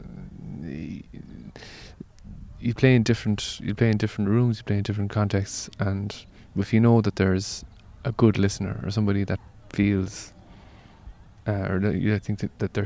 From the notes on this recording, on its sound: He played It Takes a Village festival in Trabolgan earlier this year - this interview was recorded by the beach the following afternoon from his raucous/informative set.